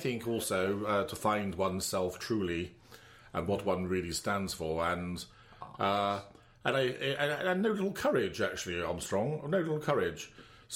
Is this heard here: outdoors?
no